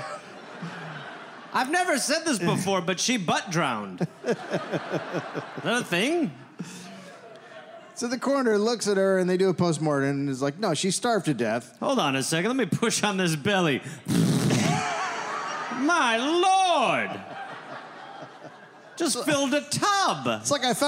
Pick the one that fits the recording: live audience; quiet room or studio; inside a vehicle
live audience